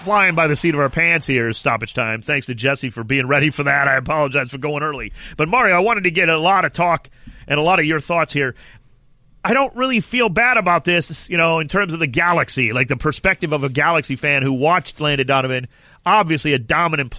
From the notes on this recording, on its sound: Listeners call in and give their thoughts.